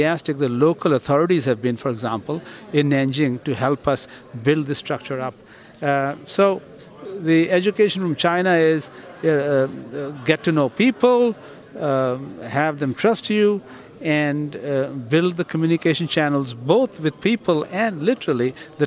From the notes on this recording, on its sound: Live from PTC'20